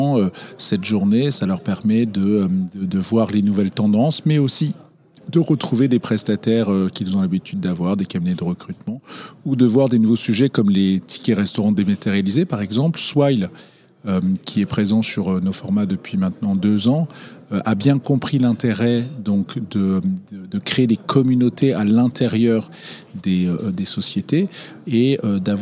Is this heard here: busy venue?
yes